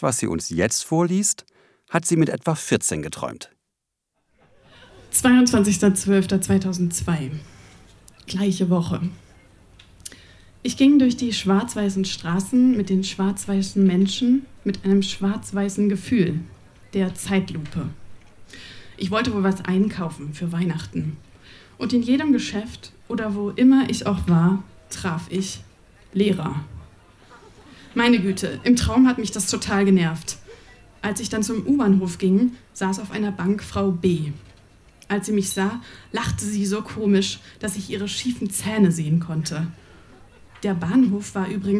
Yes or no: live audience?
yes